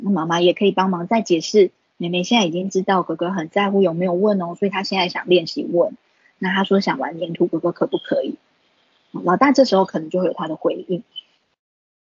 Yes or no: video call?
yes